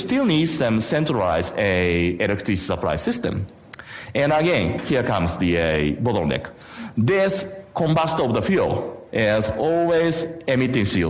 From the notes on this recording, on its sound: IFE Grand Challenge Lecture - recorded on on 23 August 2019 at QUT Gardens Point